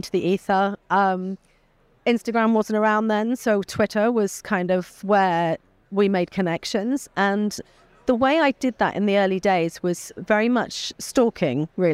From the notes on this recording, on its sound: Which was recorded at the ViVE 2023 conference in Nashville.